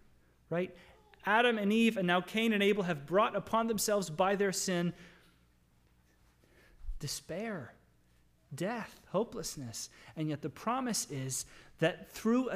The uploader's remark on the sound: Sermon audio from the LBC worship service